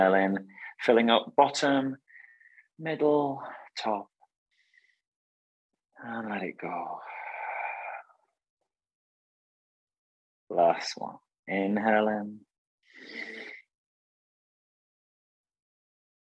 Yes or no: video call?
yes